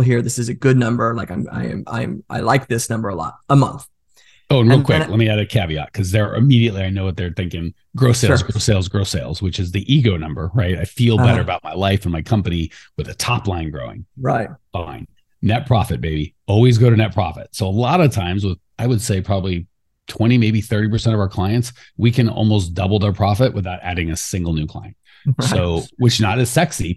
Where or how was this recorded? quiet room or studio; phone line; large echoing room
quiet room or studio